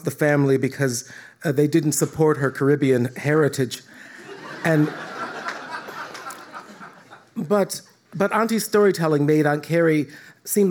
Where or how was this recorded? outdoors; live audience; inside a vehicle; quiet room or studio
live audience